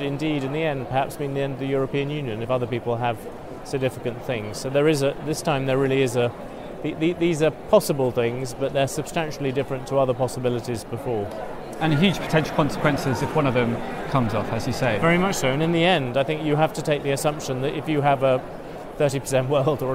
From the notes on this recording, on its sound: Interviews from NIRI's 2016 annual conference. Hear from organizers, speakers and attendees at the NIRI 2016 annual conference.